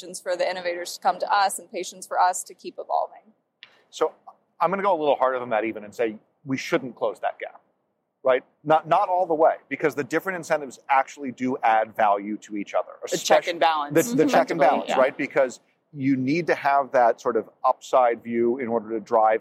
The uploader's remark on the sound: LIVE from Money20/20. It's timely and yet it was recorded last October LIVE at Money20/20.